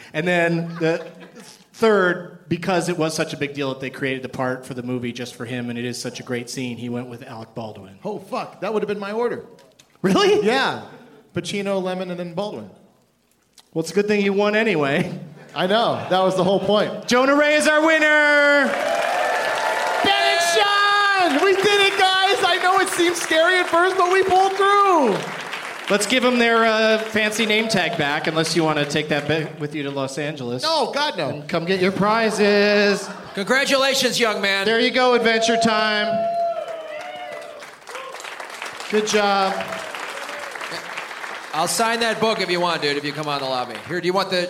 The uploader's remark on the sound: Live from the Improv in Tempe, AZ